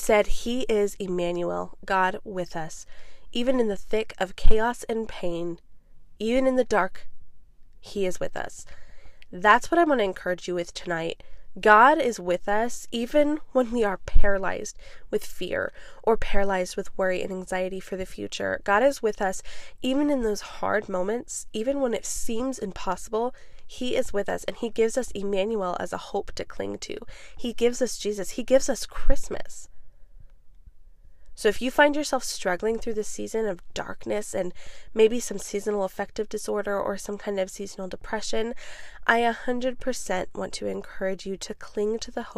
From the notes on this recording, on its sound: Live from my van